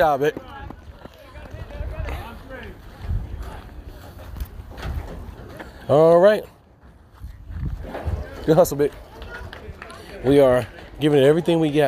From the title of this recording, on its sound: Live from the field!